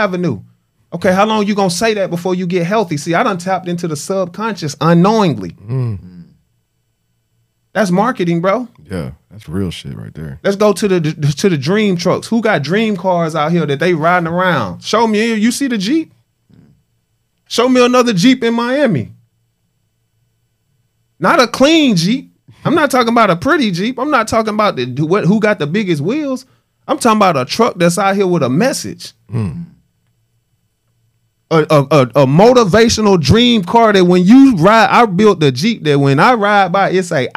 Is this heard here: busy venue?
no